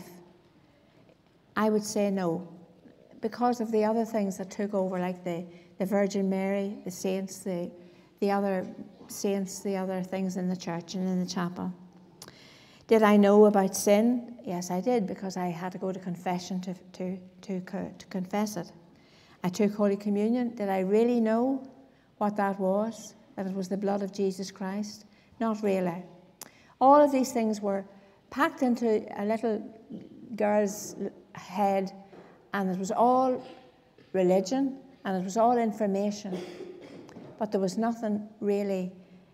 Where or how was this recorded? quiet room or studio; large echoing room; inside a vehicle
large echoing room